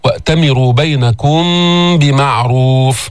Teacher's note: إخفاء شفوي، ميم مخفات في اللفظ بغنة عند الباء